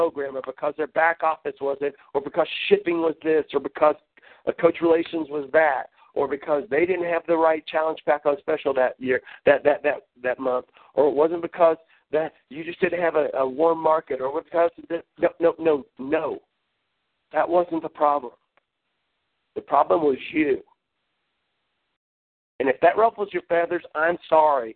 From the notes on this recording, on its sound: Team Elite Conference Call.